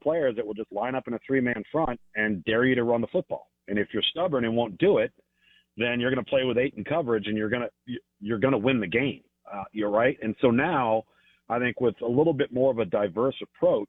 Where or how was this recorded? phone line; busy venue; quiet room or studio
phone line